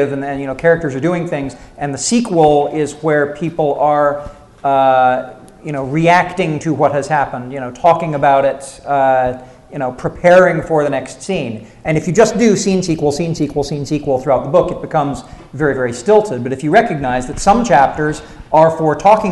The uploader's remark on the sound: Q&A at UVU part 2. Recorded live at Utah Valley University, here's another Q&A episode from the LTUE Symposium!